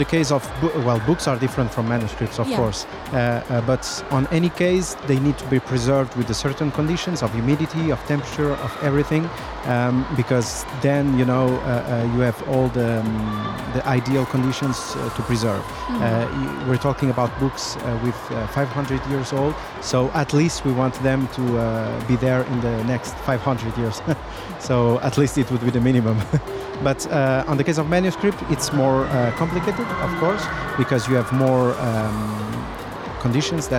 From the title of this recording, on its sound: Live from SIBF 2023